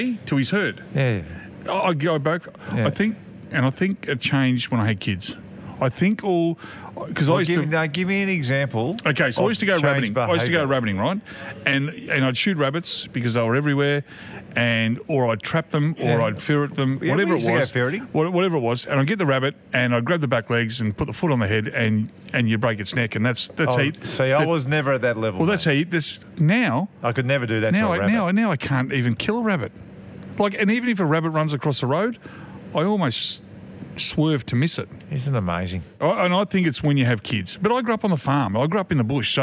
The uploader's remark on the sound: We're at the pub this week. Live from a sportsbar.